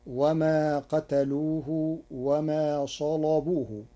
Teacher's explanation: قرأ ورش كلمة صلبوه بتغليظ اللام لوجود صاد مفخمة قبلها